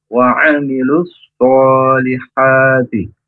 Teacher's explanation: Wa huruf ain ya, dari tenggorokan yang tengah